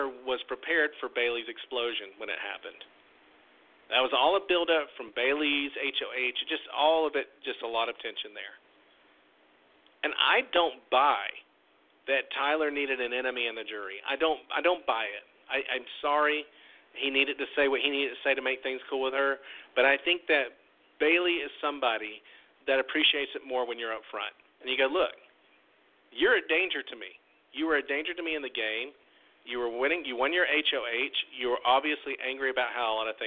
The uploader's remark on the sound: Tonight we open the phone lines for YOU